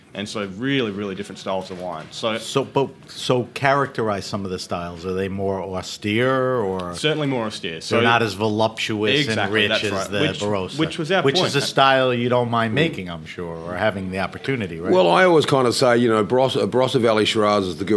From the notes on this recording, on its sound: travels down to the Naples Winter Wine Festival in Florida to interview winemakers from all over the world